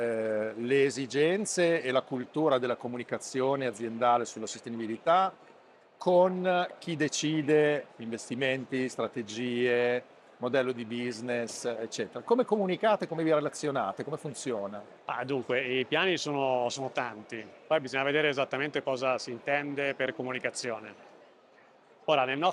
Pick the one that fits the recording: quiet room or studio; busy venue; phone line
busy venue